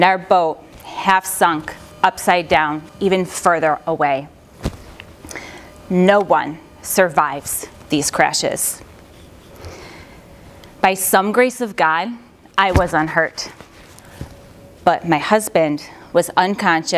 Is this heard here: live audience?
yes